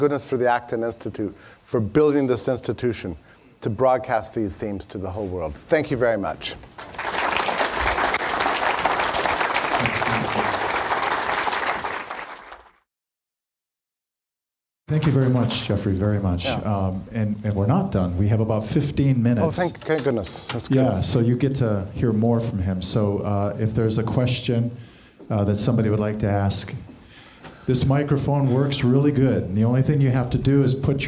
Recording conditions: live audience